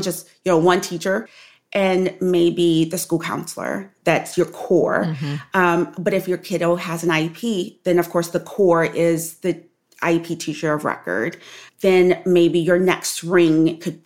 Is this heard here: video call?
no